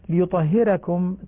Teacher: ترقيق الراء لأن قبلها كسر أصلي في كلمة واحدة